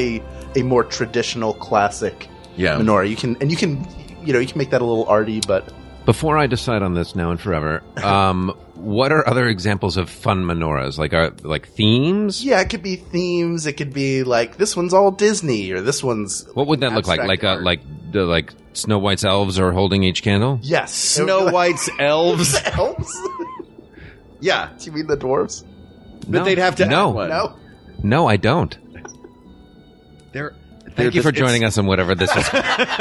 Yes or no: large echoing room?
no